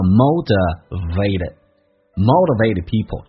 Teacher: 第一个 t 变成这个 d，同时后面的 e 变成 a · Term: 美式发音